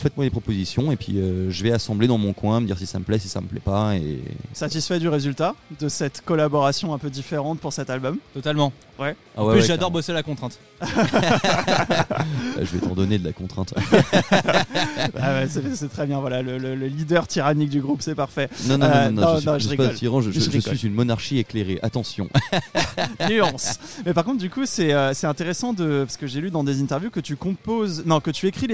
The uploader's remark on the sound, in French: L'émission a été enregistrée et diffusée en direct dans le bar parisien Hellfest Corner.